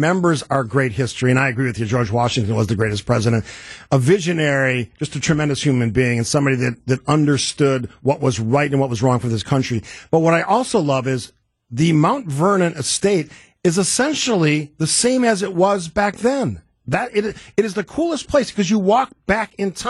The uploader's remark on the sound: On the phone.